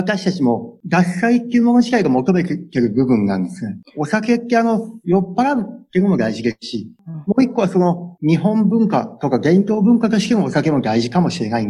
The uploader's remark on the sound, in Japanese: Zoom・オンラインでインタビューをさせて頂きました。